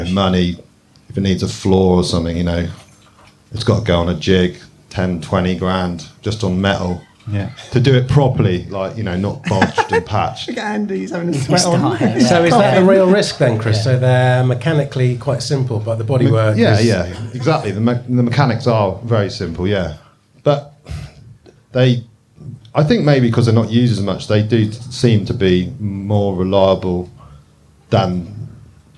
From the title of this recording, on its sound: FlatSix show… live from Goodwood!